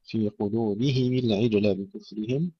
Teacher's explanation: إتباع الميم لكسر الهاء، وتصبح كسر الهاء والميم معا لأبي عمرو ويعقوب للبصريين